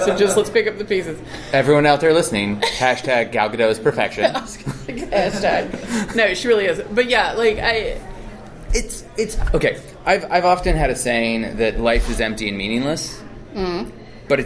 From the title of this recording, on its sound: live from PSCC!